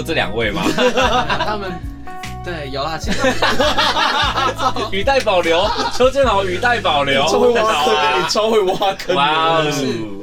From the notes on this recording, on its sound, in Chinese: 演出地點：LIVE WAREHOUSE